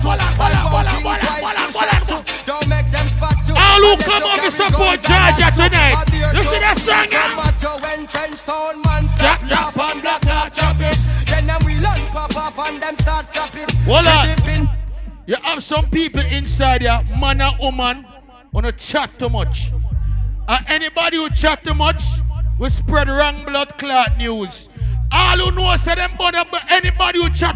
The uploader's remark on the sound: Sexy Boots Affair "Grown & Sexy" Live in LA